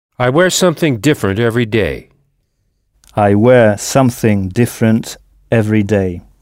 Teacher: En insistant bien sur la première syllabe, different.